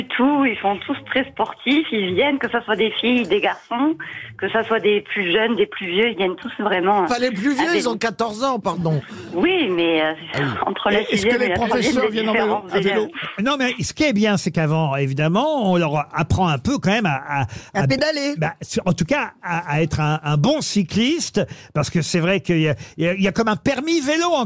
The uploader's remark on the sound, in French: est au téléphone des Grosses Têtes ce 9 octobre